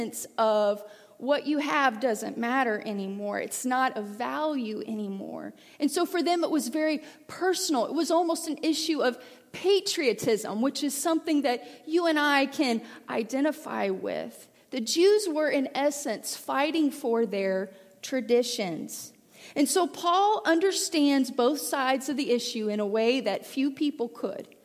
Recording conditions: large echoing room